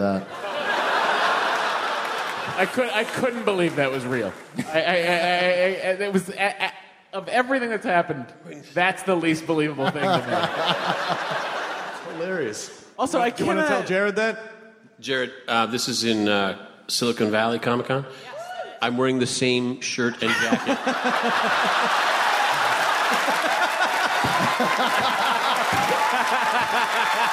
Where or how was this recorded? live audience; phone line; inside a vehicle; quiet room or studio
live audience